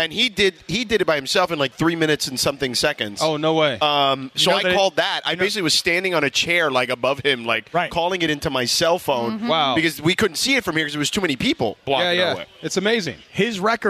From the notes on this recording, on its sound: live from Yaamava' Resort and Casino